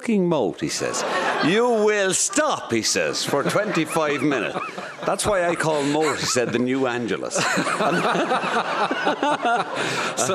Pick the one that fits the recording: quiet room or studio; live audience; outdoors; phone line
live audience